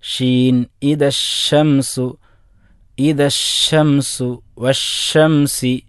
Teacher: ഷീന് ഉച്ചരിക്കുമ്പോൾ അത് വാവിൻ്റെ മഖ്റജ് വരെ, നാവിൻ്റെ അറ്റം വരെ ഒരു കാറ്റ് പരക്കുന്ന രൂപം. · Term: തഫഷി